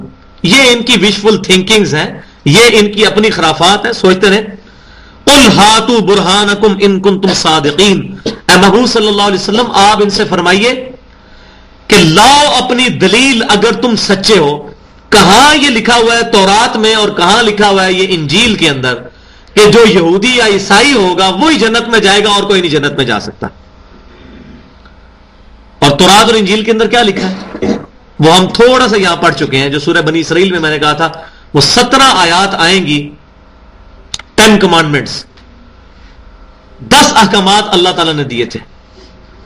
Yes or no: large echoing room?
yes